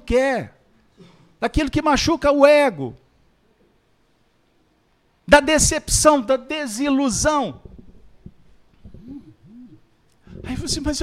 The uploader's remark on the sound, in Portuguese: Reunião Pública realizada na Fraternidade de Estudos Espírita Allan Kardec com público presencial, transmitida pelos Canais GÊNESETV e RAETV.